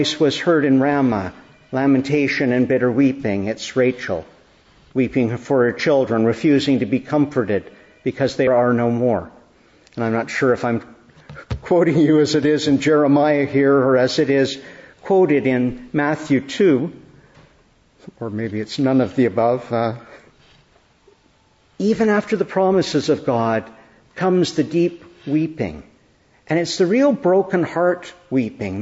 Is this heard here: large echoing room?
yes